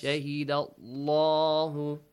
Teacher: Allah, the lam will produce a heavy sound, of course.